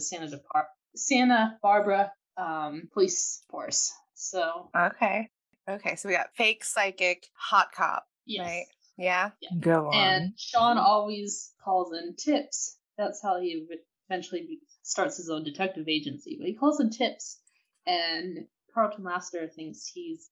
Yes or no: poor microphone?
yes